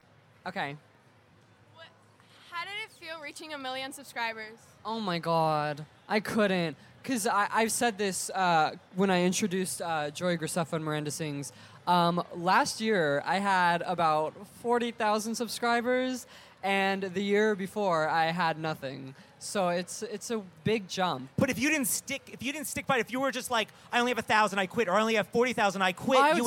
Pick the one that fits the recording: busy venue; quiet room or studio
busy venue